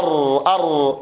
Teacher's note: وأما الراء فبسبب التكرار أر أر أدى ذلك إلى عدم كمال جريانها وعدم كمال انحباسها